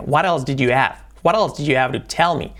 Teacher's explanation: La H. Esa se hace muy suave, incluso a veces omite.